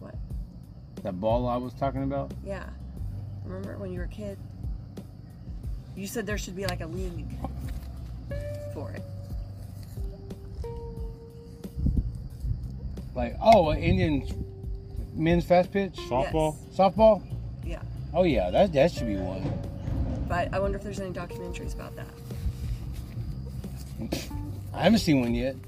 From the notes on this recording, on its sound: Live from the Ben Johnson cowboy museum. We finally got the episode to my phone. Come listen to us doing a quick ghost hunt walk through of the museum. Then there's a musical break for a moment, then it's us posted up outside.